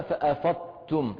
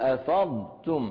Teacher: لا نضغم الضاد في التاء · Shown in: second take · نقول أفضتم، الشطر الثاني تم، الشطر الثاني تم، الشطر الأول أفض، نجمع بينهما أفضتم دون الضغط على التاء.